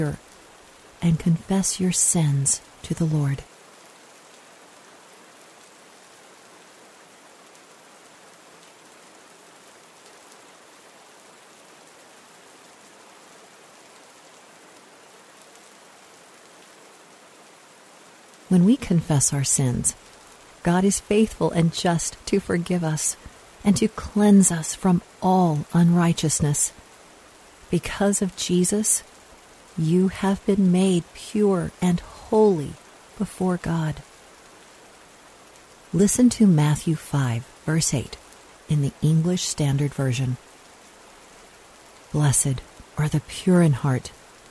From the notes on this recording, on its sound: Relax to the sounds of rainfall.